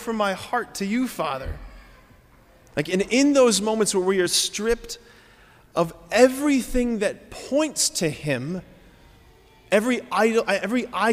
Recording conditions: large echoing room